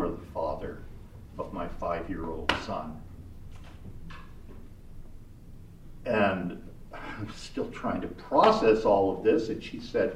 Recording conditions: live audience